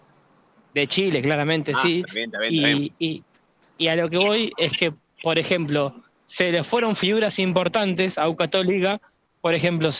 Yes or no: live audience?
no